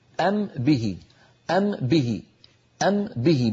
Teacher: أم به أم به، بدل أن نذهب مرتين نقول أم به، نطبق على ميم ونجافي الشفتين عن باء